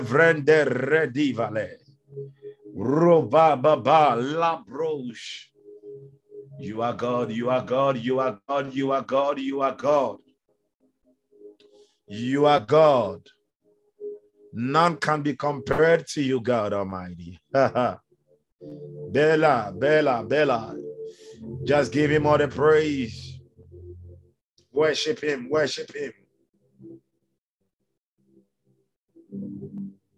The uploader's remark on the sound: Refill (Zoom meeting).